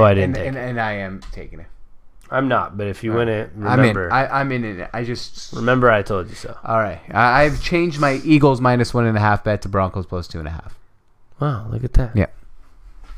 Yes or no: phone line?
no